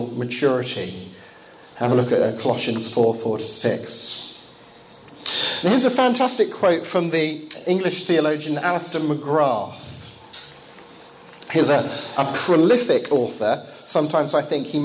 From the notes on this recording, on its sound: Lecture given in Bulgaria, 2014.